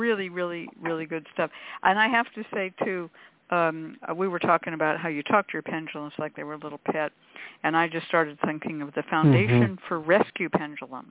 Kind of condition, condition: link, phone line